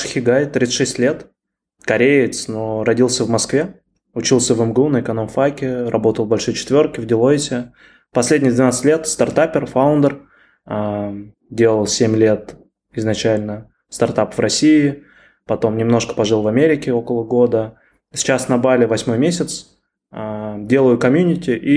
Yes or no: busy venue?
no